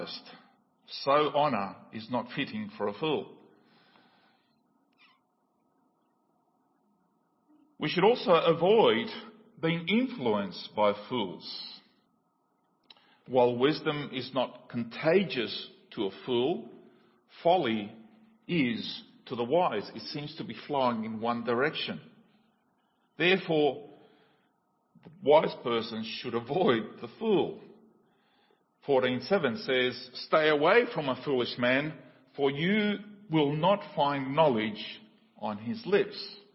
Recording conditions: large echoing room